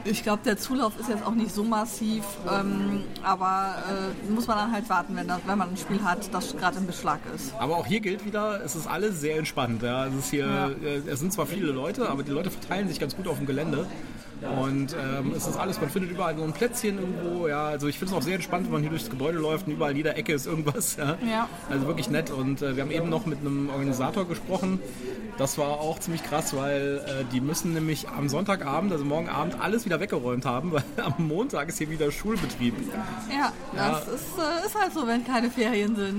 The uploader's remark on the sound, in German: Wir waren auf dem FeenCon 2023 in Bonn und haben uns diese altehrwürdige Veranstaltung angesehen. Wir berichten Live vom Veranstaltungsort.